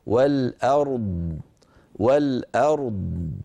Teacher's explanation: انتقل إلى الضاد فأعطاها حقها من الرخاوة والتفخيم والاستطالة